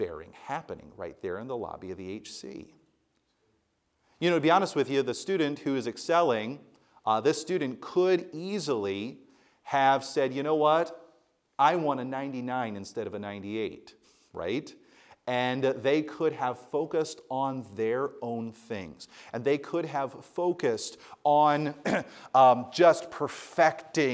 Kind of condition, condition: setting, live audience